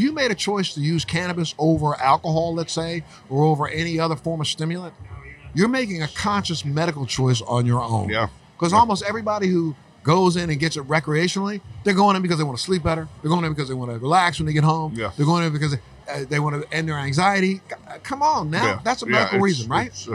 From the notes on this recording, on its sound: at the NECANN cannabis conference in Boston, MA